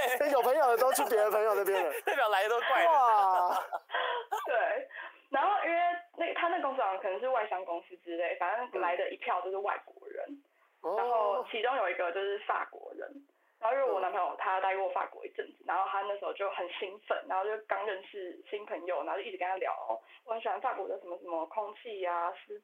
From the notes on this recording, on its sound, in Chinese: 音質受損。連線PART。我們的音訊設備在後半段錄音的時候壞了。